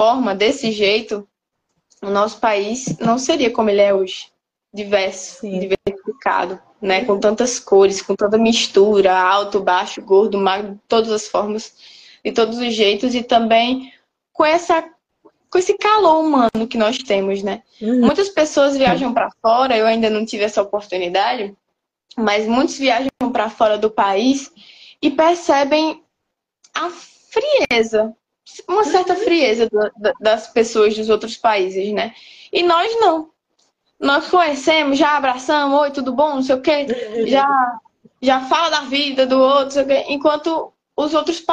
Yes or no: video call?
yes